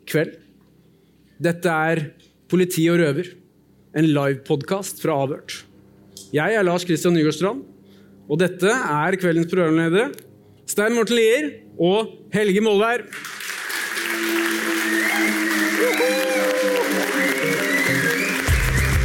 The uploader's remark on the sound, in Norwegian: Live fra Trondheim